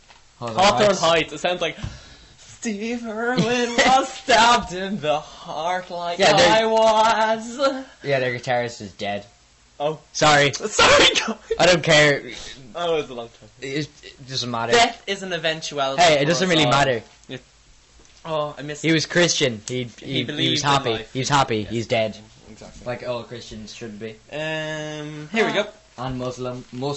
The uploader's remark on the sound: We only are getting used to our proper radio studio set up so the mic quality is shockingly bad which really is annoying.